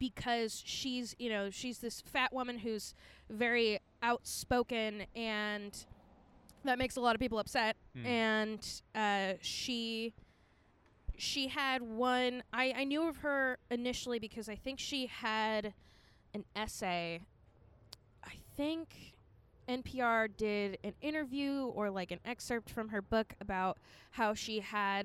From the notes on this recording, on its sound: Set up a recorder at Whole Foods.